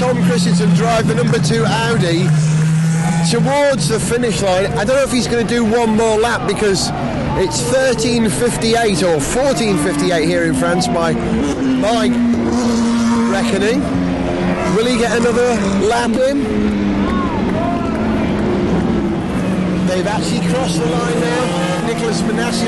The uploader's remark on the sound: Stay awake for almost the entire race distance of the 76th running of the Le Mans 24 hours. The atmosphere, sounds and smells trackside from start to finish.